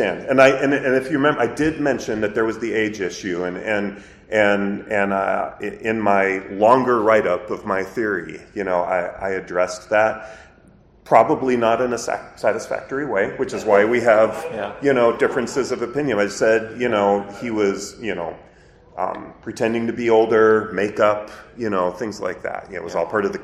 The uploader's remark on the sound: PulpFest 2023. The panel was part of FarmerCon 18.